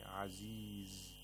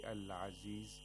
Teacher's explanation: We have to hold the زاي a little bit because we have to observe the timing of زاي، which is a letter of رخاوة. It's a weak fricative. · Shown in: first take · العزيز. If we say العزيز، that's incorrect.